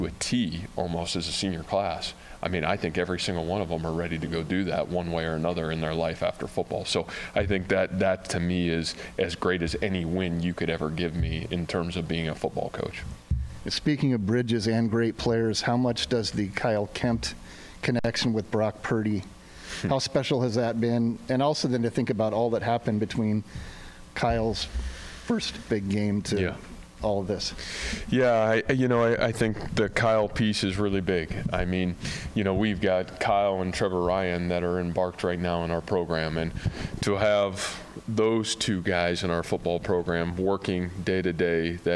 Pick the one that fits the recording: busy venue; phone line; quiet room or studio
busy venue